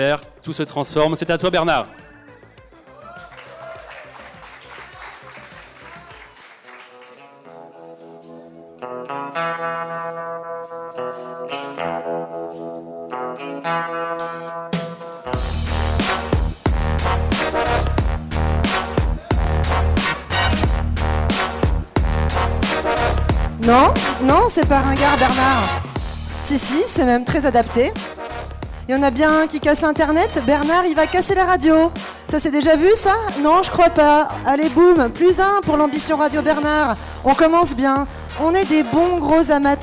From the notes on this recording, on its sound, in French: plateau radio en direct de la cantine de Coco Velten et en public.